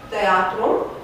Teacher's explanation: Latinii mai întâi au spus teatrum, da? Cu T, simplu, surd, fiindcă așa înțelegeau ei aspirata